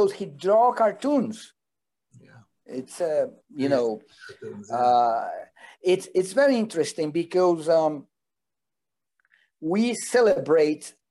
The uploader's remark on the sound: This event was held via Zoom